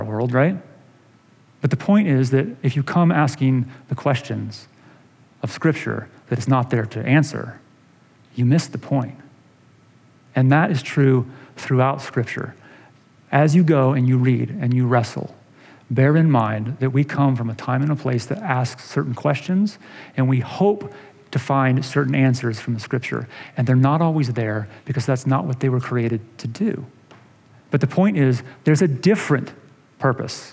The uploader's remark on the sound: this episode is a sermon delivered in August of 2020